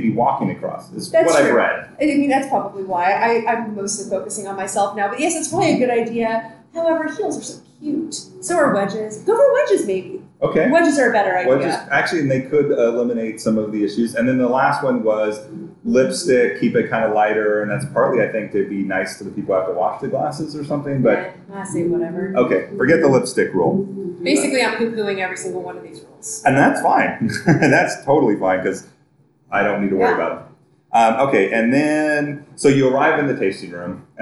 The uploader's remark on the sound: Recorded at Wrights Station Winery. Recording onsite at Wrights Station winery in the Santa Cruz mountains.